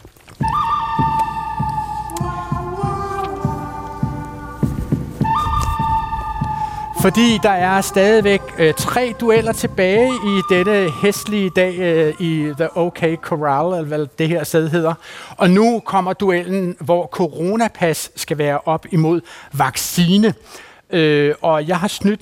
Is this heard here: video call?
no